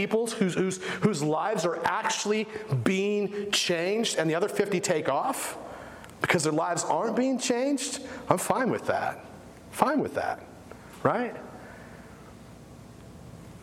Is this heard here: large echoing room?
yes